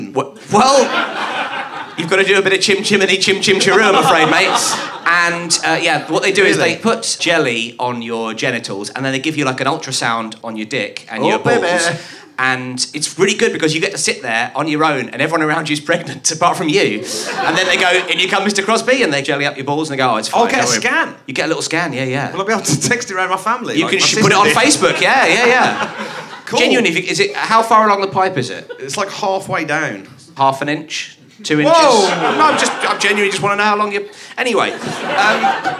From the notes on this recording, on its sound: Here's another special episode culled from the best chunks of live gig introductions which preceded the Flatshare Slamdown recordings of the last series.